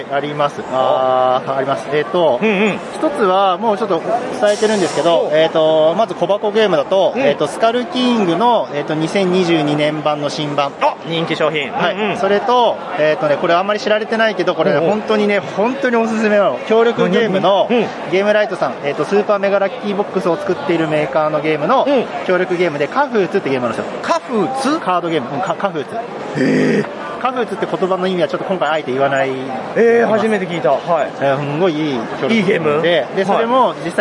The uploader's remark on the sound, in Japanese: ゲームマーケット2022春！会場インタビュースペシャル。録ってきました会場インタビュー49音源！！会場収録のため、騒音雑音が激しく入っております。